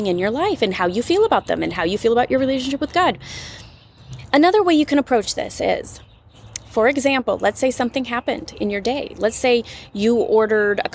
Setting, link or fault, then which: setting, outdoors